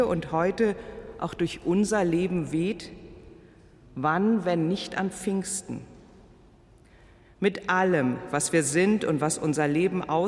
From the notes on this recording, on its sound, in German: Live-Gottesdienstübertragung aus der Christuskirche in Landshut